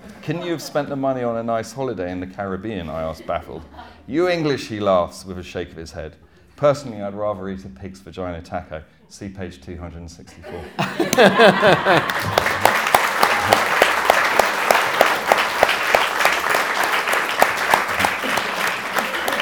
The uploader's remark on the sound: Chat in front of a live audience at The Good Life Experience.